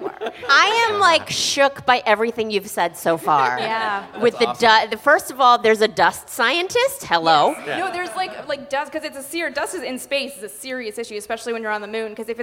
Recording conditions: busy venue